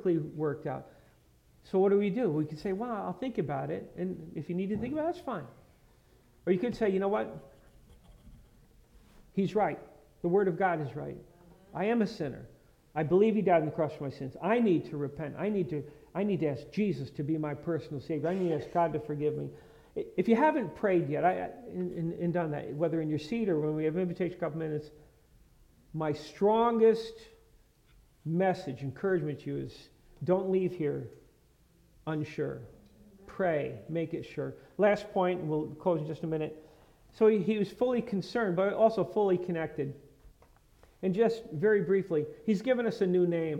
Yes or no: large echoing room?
yes